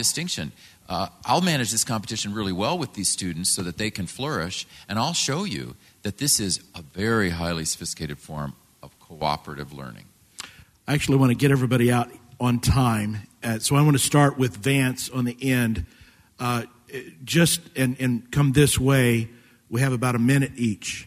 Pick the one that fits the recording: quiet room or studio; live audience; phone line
live audience